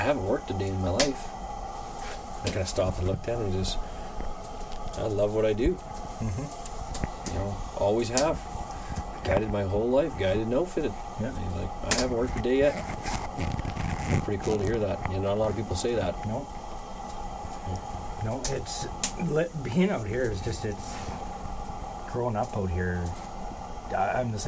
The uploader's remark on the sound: Live from Camp!